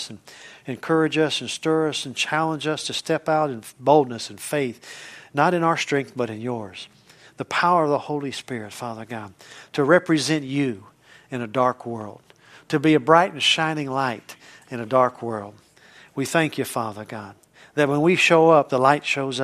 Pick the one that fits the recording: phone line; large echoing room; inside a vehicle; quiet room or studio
large echoing room